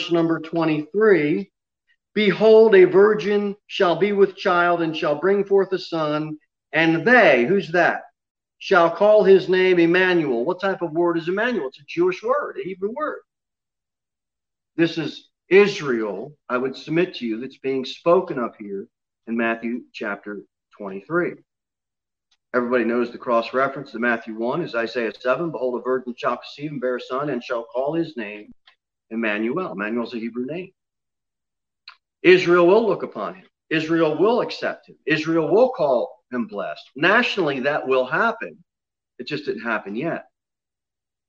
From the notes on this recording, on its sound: Sermon delivered at Pilgrim Baptist Church on Thursday, June 10, 2021, at 6:15 pm.